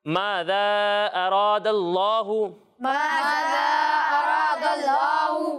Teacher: اراد اللہ ماذا اراد اللہ زا نہیں ہے ذا ٹھیک ہے ذال میں سیٹی کی آواز نہیں آئے گی